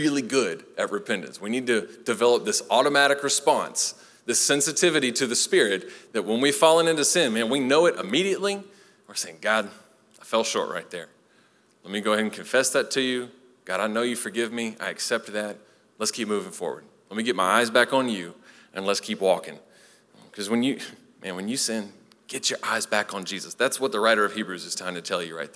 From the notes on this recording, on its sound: Recorded live at Long Hollow Church